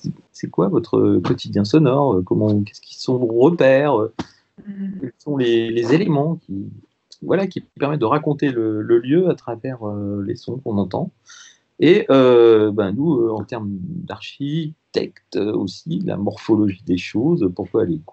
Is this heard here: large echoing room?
no